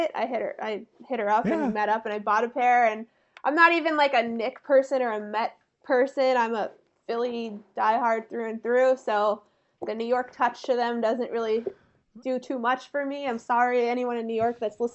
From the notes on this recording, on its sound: Recorded on Riverside